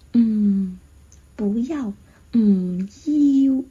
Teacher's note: 是一个闭唇音，双唇闭起来，然后通过鼻腔的出气把嗯这个音发出来